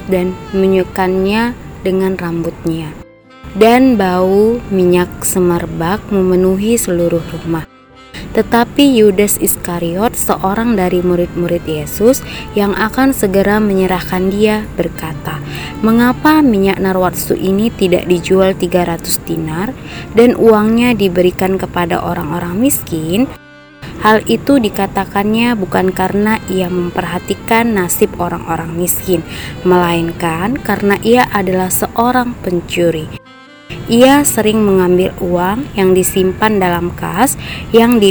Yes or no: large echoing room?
no